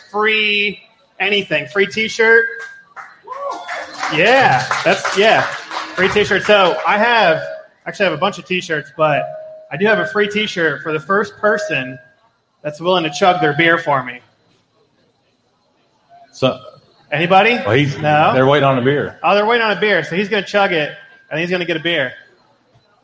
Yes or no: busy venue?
yes